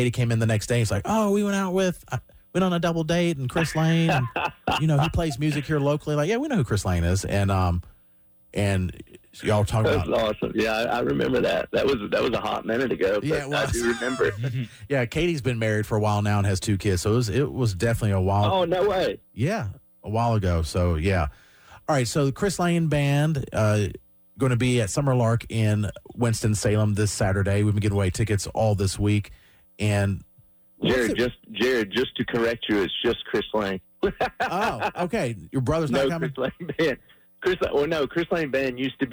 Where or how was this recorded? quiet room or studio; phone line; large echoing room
phone line